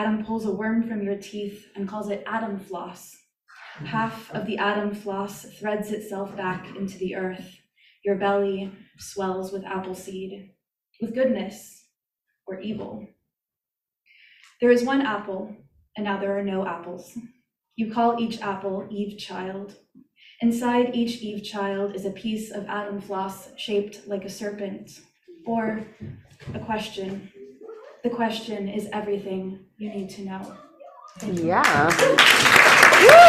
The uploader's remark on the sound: Brooklyn Poets Yawp open mic